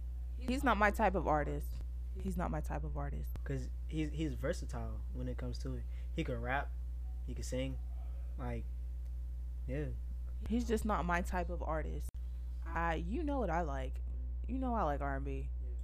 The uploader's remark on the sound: This is our first ever podcast so if the quality doesn't sound too great we're working on it so be patient.